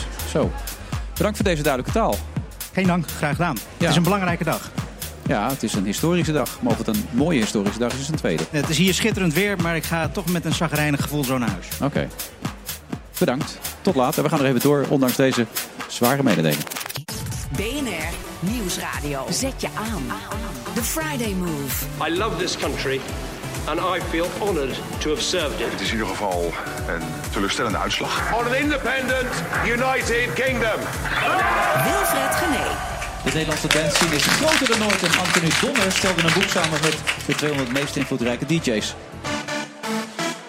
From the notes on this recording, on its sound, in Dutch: We zenden live uit vanaf het CHIO in Rotterdam.